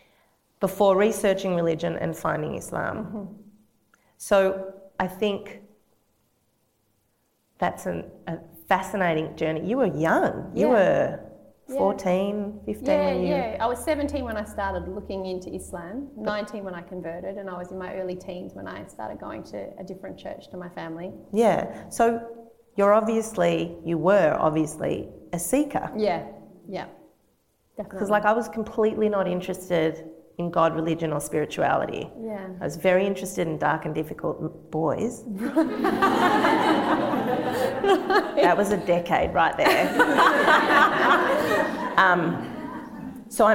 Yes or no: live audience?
yes